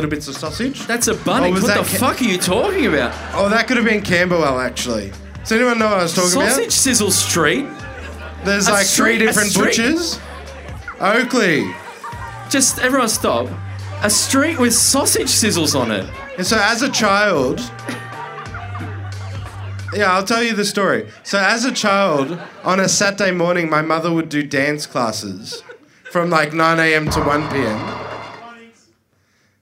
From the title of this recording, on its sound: Live From The Corner Hotel Melbourne